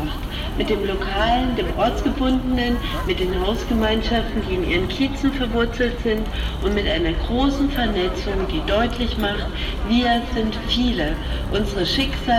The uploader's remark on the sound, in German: Unsere Live-Berichte zur Räumung zum Nachhören.